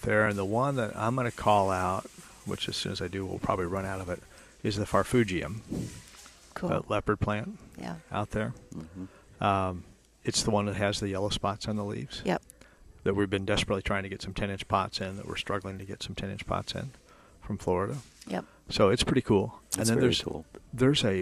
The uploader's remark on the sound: Live at Prairie Gardens